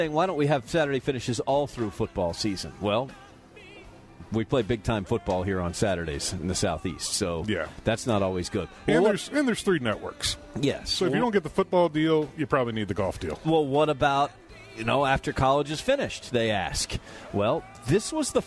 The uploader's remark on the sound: live from Fairway Social!